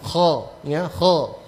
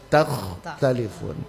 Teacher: dia dibaca dengan sambil dinaikkan pangkal lidah · Term: huruf kho